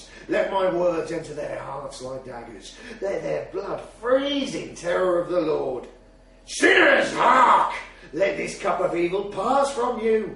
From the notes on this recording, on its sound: at the Liars' League Leeds Fire & Brimstone event on Monday 21st November, 2011 at Milo Bar, Leeds